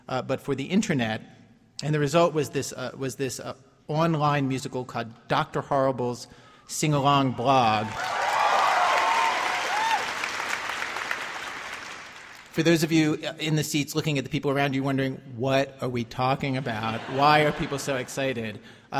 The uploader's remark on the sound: A live episode of the radio program, including stories told on stage